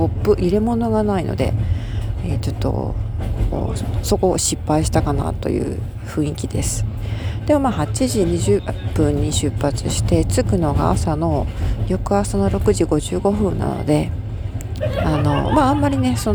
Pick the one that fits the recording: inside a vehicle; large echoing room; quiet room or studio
inside a vehicle